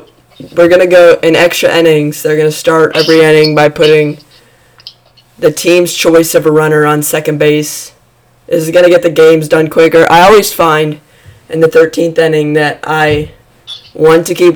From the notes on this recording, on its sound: Sorry about poor audio.